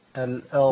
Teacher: الراء ساكنة. والضاد ساكنة عند الوقف. الراء فيها توسط. والضاد فيها رخاوة.